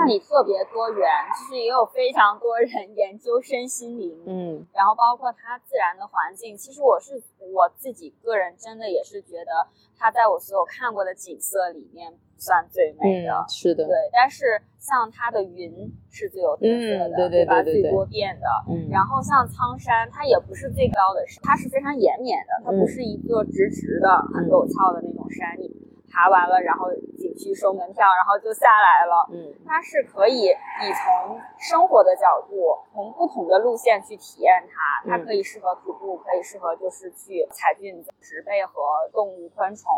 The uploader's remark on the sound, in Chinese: 本期节目于户外录制，更推荐你在安静的环境下收听